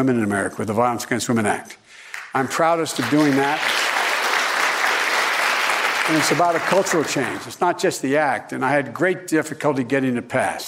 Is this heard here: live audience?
yes